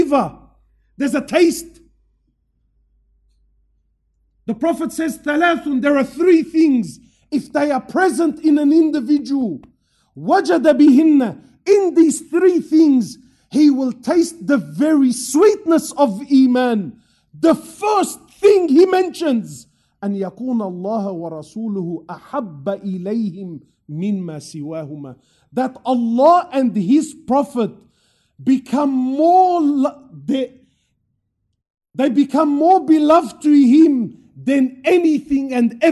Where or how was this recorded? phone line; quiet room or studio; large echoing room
large echoing room